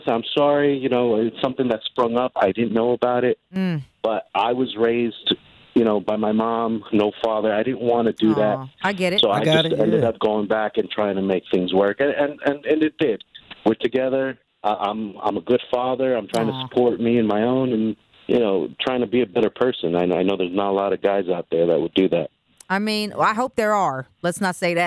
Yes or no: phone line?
yes